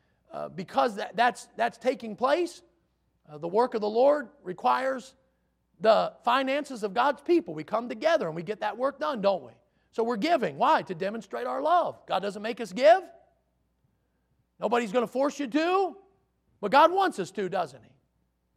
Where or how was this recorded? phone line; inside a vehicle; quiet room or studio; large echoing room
large echoing room